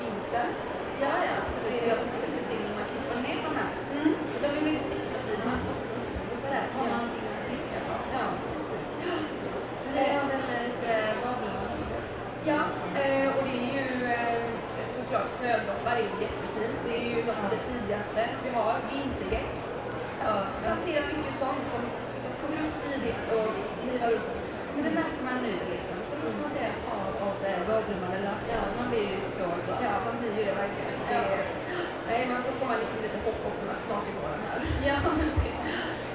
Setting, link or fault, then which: setting, busy venue